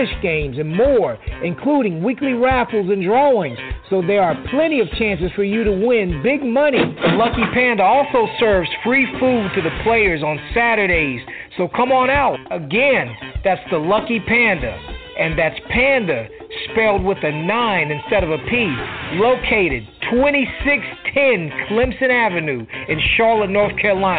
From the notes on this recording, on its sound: we will also open up the phone lines